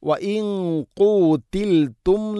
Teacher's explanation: ഇഖ്ഫാ ബിഗുന്ന അവ്യക്തമാക്കി ഉച്ചരിക്കണം, നൂനിനെ അവ്യക്തമാക്കി ഉച്ചരിക്കണം. ഖാഫ് സ്വരഭാരത്തിൽ ഉച്ചരിക്കേണ്ട അക്ഷരമാണ്, ഗുന്നയും ശ്രദ്ധിക്കണം.